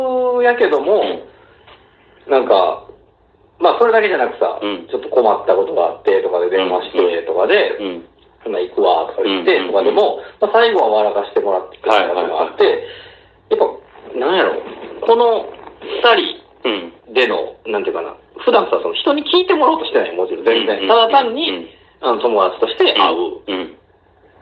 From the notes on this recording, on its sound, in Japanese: 音質最悪な僕たちは。笑い声あり。地獄の音質で、聴きにくくて本当に申し訳ございませんっ！